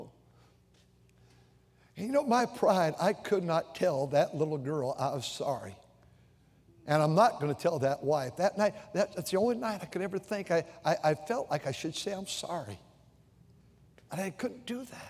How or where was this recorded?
large echoing room